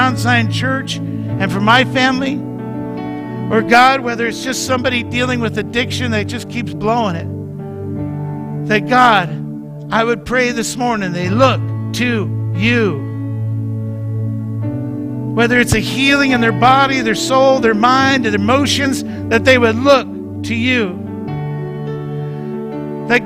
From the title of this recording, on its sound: Mt. Zion Church Live!